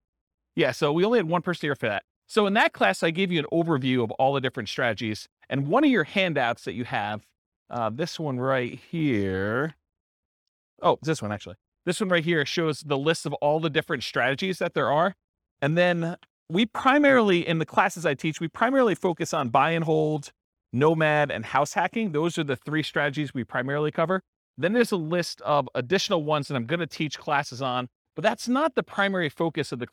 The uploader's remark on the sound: This was a live class recorded